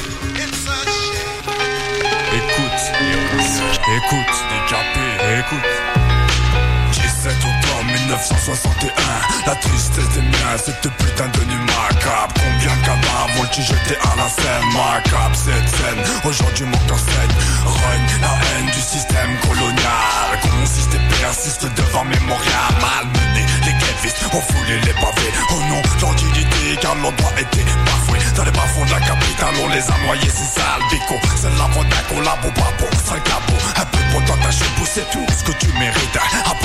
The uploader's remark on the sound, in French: Reportage du festival la curieuse. Festival en soutien à Radiodio_2011.